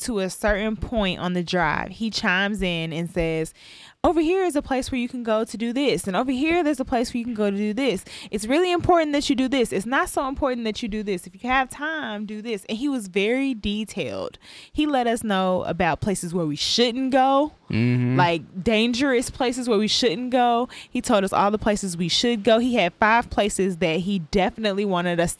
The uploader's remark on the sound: LIVE from Maui, Hawaii. This episode was recorded live in Maui, Hawaii while sitting next to the ocean.